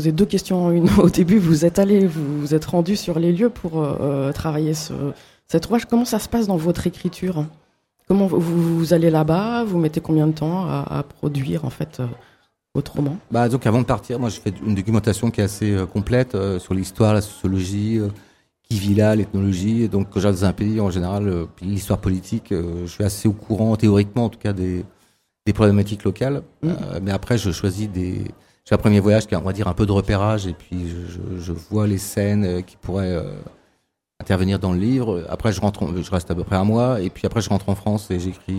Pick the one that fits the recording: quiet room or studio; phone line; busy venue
busy venue